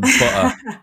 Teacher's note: I would miss the T's out of the word butter · Term: glottal stop